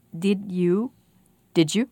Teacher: Do you hear the j, the d at the end of did, and the y at the beginning of you? When they're pushed together, they become j.